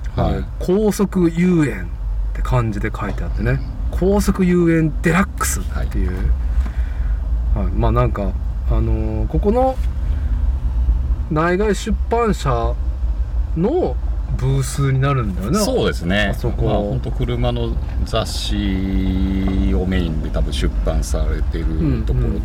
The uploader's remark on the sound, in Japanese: 屋外収録